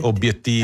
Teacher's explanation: in certi italiani d'Italia vengono pronunciate le due B, obiettivo, esatto, così esatto, come carabiniere, cioè, però non c'è e infine, una sola.